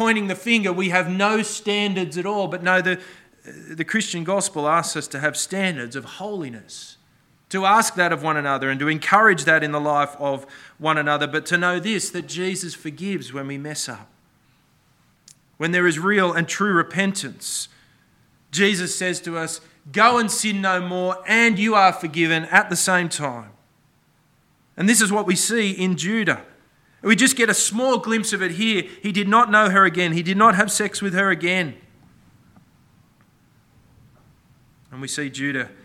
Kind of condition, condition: setting, large echoing room